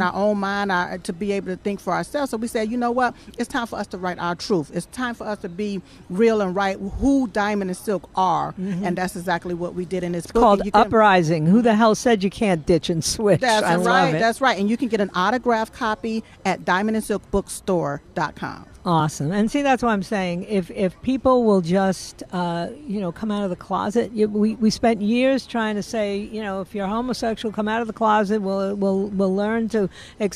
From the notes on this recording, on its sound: Live From Washington. At the Hold Their Feet to the Fire Rally in Washington, D.C.